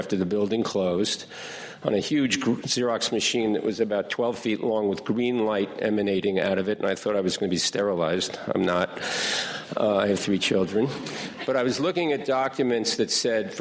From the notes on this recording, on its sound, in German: Diese Aufnahme entstand bei "Formate des Politischen" - Die Konferenz für Journalisten, Politiker & Bürger im Haus der BPK